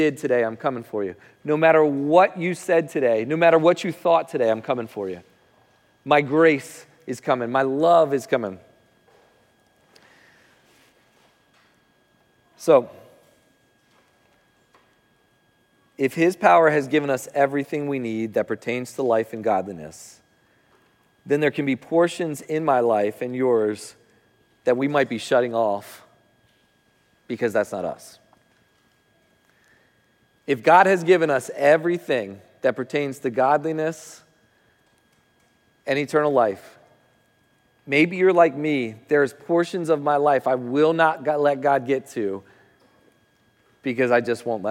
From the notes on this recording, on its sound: Recording of Sunday gathering on September 17th, 2023.